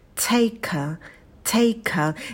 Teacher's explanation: На звуке «т» добавляем придыхание, и на «к» тоже будет придыхание.